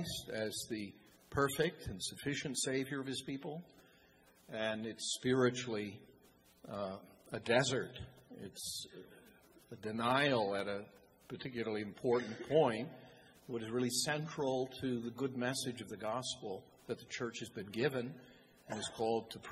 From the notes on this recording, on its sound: the Q&A from the Reformation conference that took place this past weekend in Boise